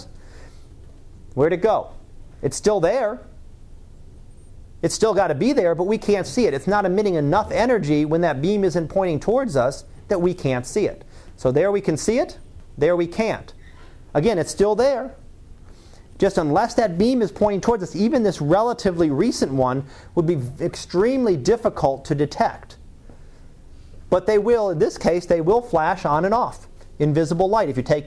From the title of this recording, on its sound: Live Class Lecture 2014 Oct 31